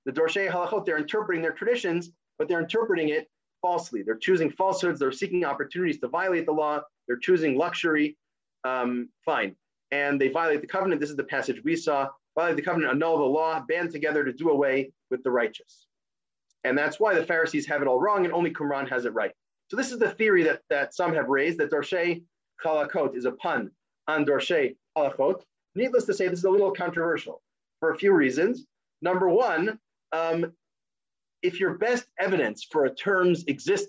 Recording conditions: video call